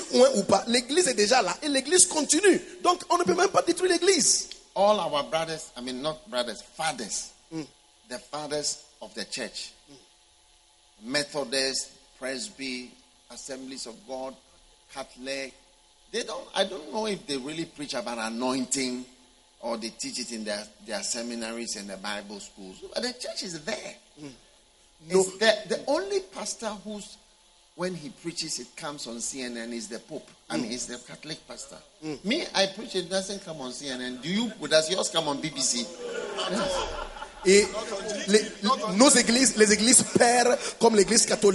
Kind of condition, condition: setting, live audience